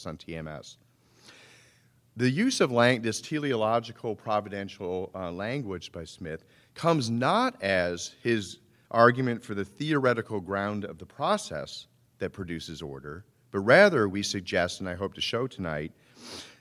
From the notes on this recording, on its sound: Recording of a lecture delivered on January 10, 2014. As part of the Formal Lecture Series.